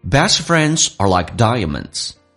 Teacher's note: best 的 t 去掉，这叫略音，后面是以辅音开头